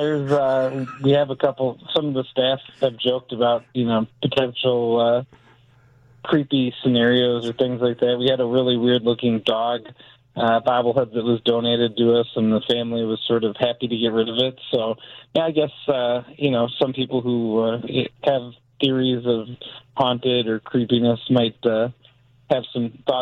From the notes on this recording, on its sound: joins the conversation over the phone